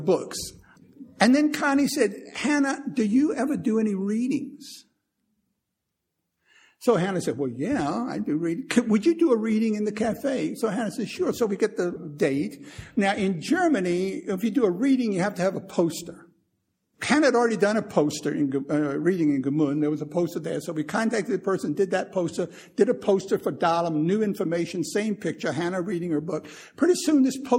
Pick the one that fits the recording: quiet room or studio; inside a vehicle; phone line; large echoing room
large echoing room